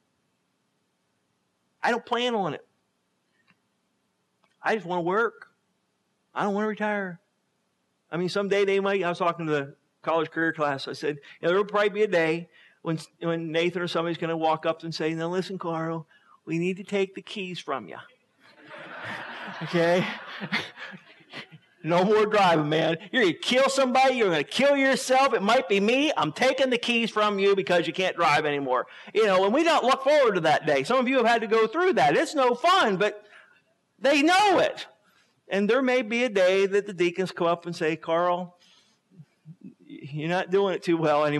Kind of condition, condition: setting, large echoing room